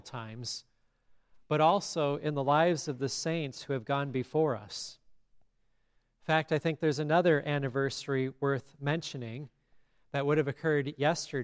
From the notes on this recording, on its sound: Listen to the service at Grace Lutheran Church in Lexington